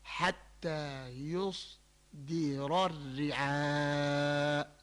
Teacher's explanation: الصاد مفخم، الدال مرقق لأن الكسرة، ما الدال لم يكن مفخم أبدا، لكن الراء مفخم، تفخيم